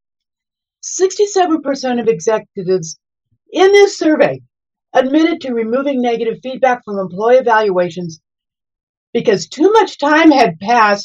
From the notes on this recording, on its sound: We present the audio from that webinar.